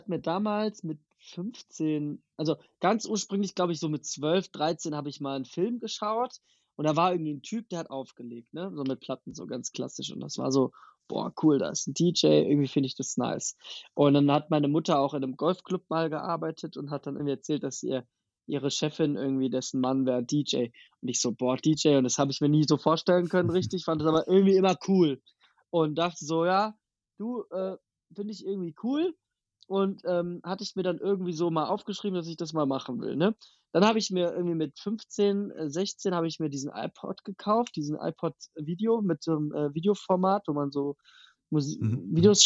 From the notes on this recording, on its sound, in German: Am Telefon